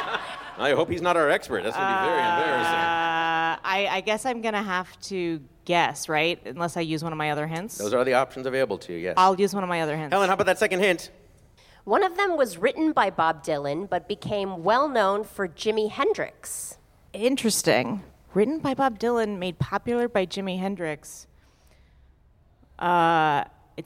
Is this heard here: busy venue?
yes